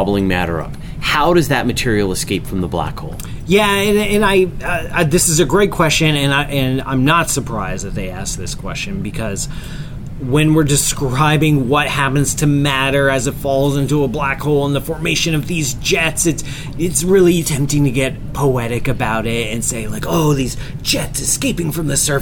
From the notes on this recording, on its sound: We recorded this week's episode of the QA show from inside the Carnival Magic cruise ship, as part of our summer Astrotour.